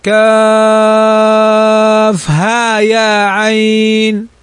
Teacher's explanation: فالهاء تمد بمقدار حركتين